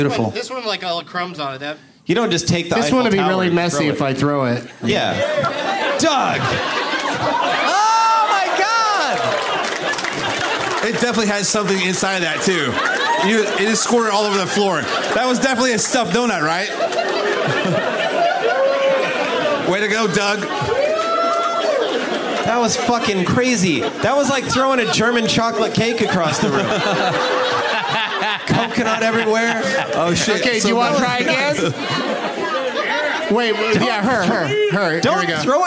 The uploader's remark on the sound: Live from the Punchline Comedy Club in Sacramento